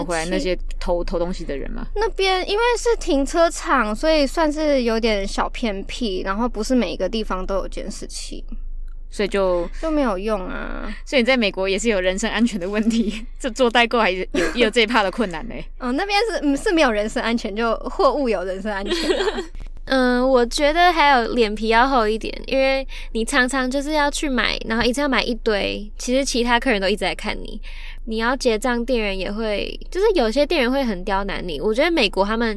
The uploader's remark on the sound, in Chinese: 第一次嘗試在車上用一隻USB麥克風錄音(Carcast)